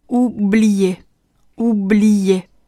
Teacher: 第一个音节是呜，要把嘴向前使劲突出